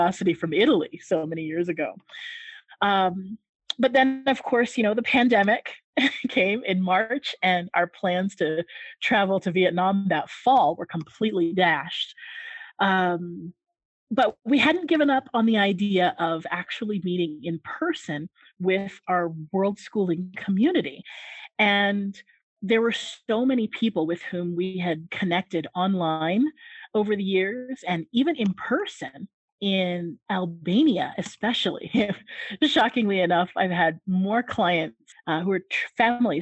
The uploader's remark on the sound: Our cooking chat via our zoom call was an informal exchange of cooking information between two people.